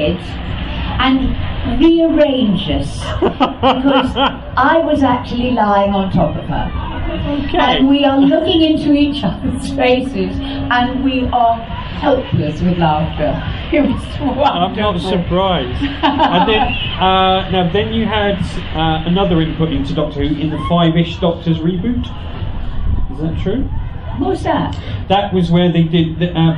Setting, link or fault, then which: setting, busy venue